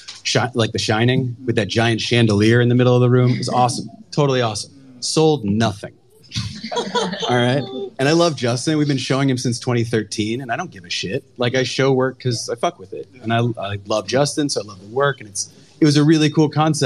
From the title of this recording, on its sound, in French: Live depuis la NFT Factory